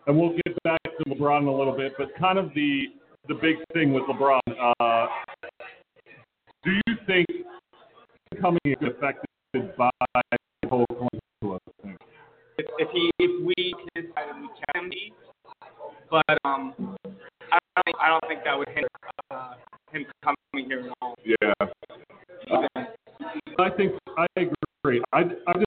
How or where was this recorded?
busy venue